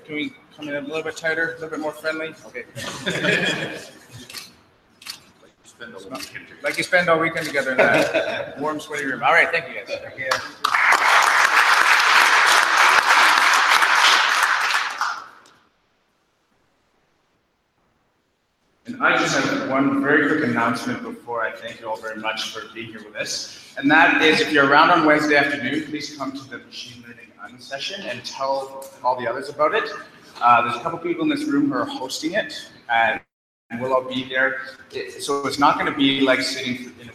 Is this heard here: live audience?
yes